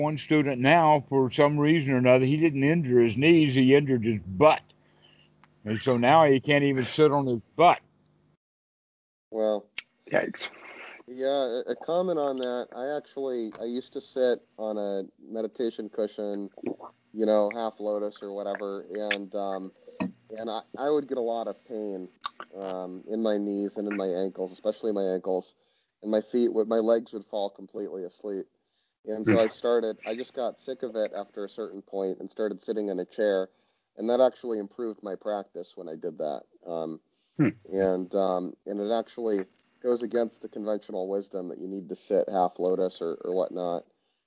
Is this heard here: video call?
yes